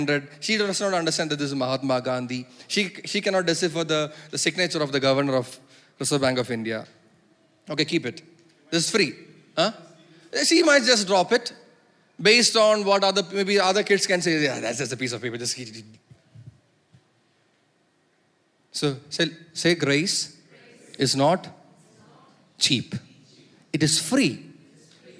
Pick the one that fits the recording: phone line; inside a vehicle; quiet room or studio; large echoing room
large echoing room